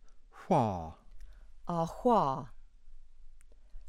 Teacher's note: the voiceless labial velar fricative, inverted W, hua.